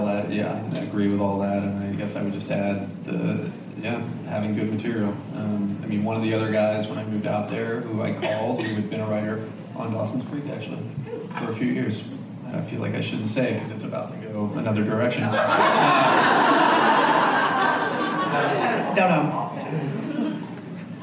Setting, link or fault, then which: setting, busy venue